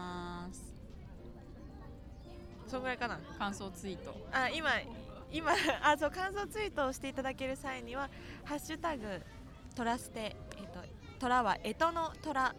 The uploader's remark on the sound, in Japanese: お久しぶりの屋外収録です